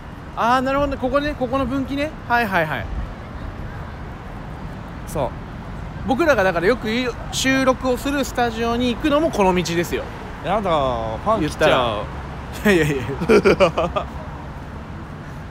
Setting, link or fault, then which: setting, outdoors